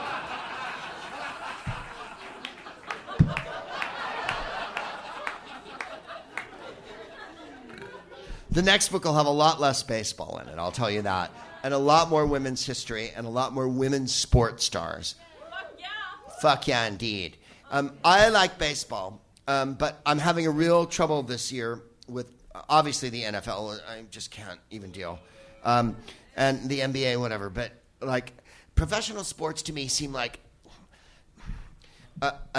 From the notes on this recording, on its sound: Live from The Crocodile in Seattle